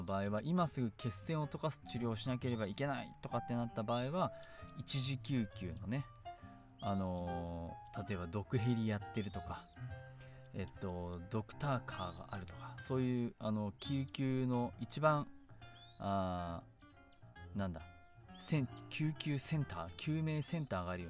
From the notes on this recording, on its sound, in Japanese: 今回はいい天気の時に庭で録音しました。鳥の鳴き声が入っていますがBGMと思って聴いてください。